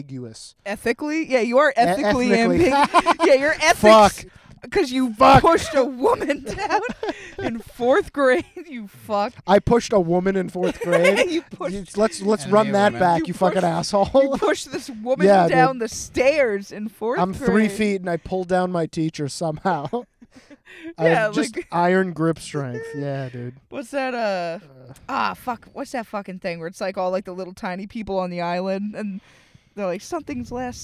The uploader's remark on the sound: In the #1 top 1%'r car studio.